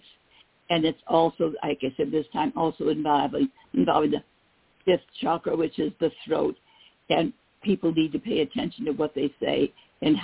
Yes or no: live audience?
no